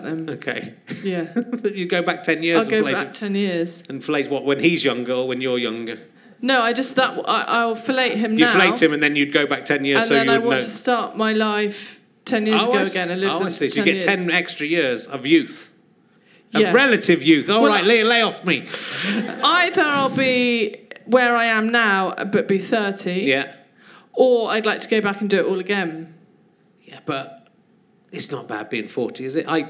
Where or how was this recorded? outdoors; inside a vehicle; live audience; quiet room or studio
live audience